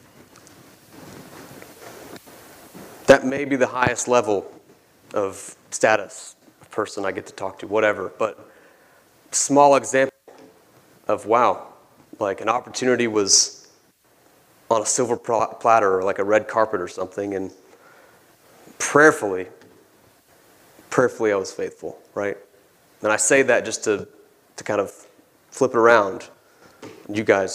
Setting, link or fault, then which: setting, large echoing room